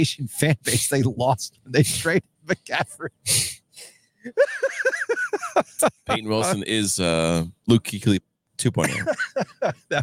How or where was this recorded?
outdoors